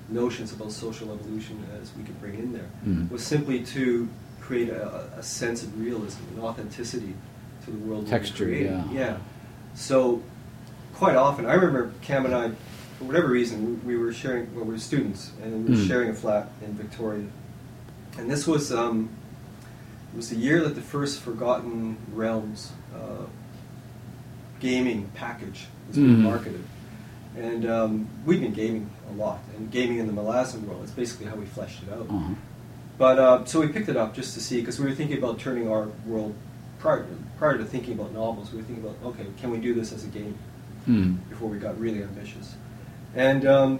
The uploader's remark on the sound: In Florida at the International Conference in the Arts. The sound quality is not ideal.